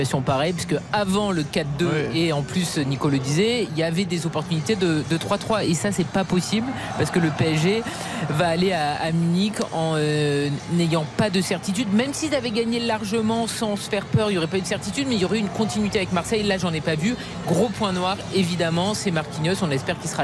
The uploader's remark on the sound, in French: en direct du Parc des Princes